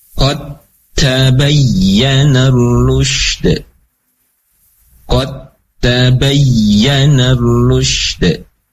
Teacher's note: Maka huruf dal masuk ke dalam huruf yang kedua, yaitu huruf tidak dibaca kode lagi, tidak ada apa namanya makhraj atau sifat dari dal, tetapi langsung masuk ke dalam huruf ta.